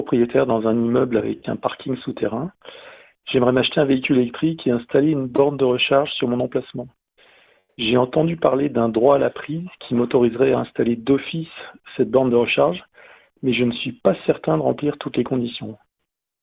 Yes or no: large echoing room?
no